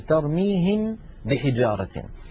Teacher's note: الميم من الشفتين، ترميهم بحجارة، الباء من الشفتين، فهما حرفان من المخرج نفسه، إلا أن الميم فيها غنة والباء ليس فيها غنة، لذلك لا تدغم الميم في الباء لما فيها من الغنة.